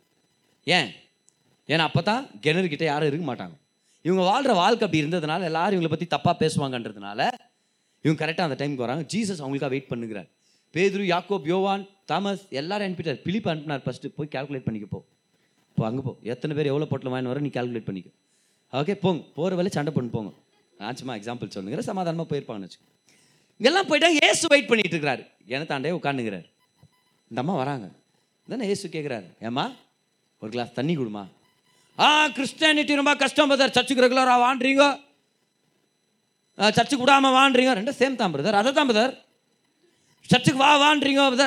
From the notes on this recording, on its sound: Singles Meet-June 2022. Preached in the special singles meeting.